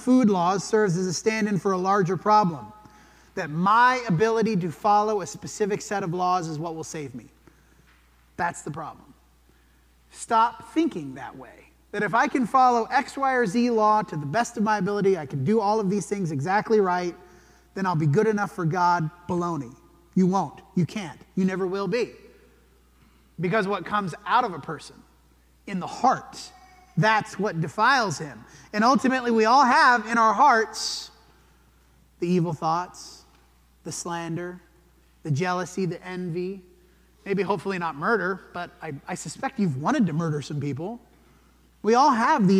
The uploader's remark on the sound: This sermon was preached at the Dewey Church of Christ on December 3, 2023.